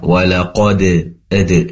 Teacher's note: pastikan mantulnya walaqad ad, seperti dipantulkan lebih jelas